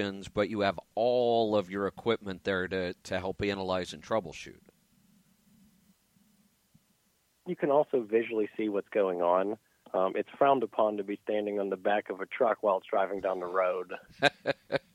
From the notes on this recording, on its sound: Call in Question and Answer Show